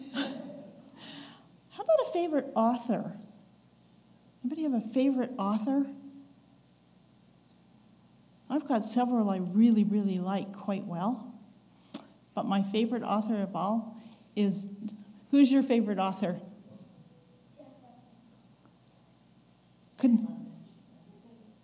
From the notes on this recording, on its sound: recorded on August 20, 2022, at the Ringgold Seventh-day Adventist Church